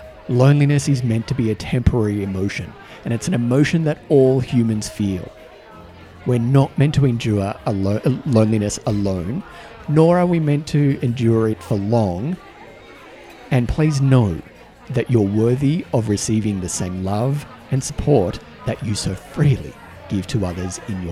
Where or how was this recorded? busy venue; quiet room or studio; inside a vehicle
busy venue